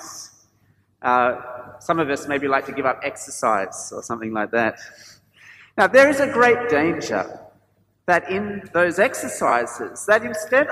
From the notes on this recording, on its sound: This sermon was preached at St George's Church, Penang on 10th April 2022.